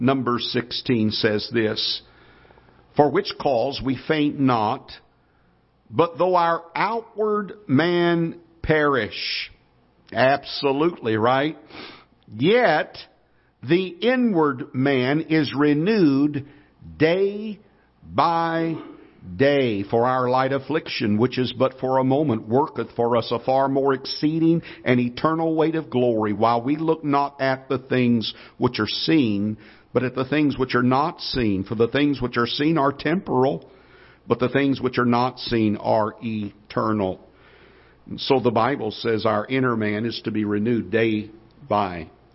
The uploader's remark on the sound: Ketha Heights Baptist Church ~ Live Broadcast